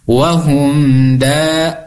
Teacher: Da-nya panjang, dua harokat karena matobi'i.